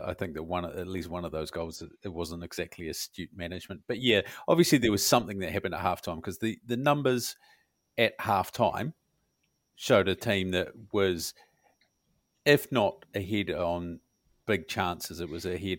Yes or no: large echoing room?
no